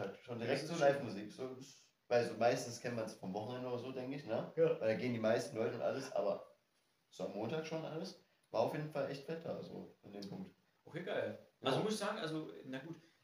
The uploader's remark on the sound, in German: leider hat sich das Audioproblem wiederholt, deshalb hört ihr wieder den Kamerasound.